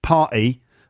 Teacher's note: It's hard to sing party over several syllables with that London glottal stop.